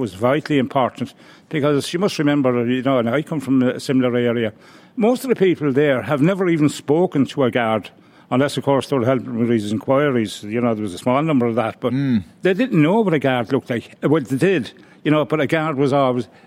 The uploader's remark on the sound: joined LIVE at the International Rugby Experience in Limerick